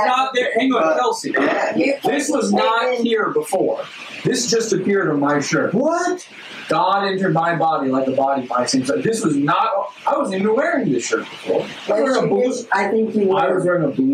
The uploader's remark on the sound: Sorry about the audio, this was a live stream from a phone. Tried my best to clean it up!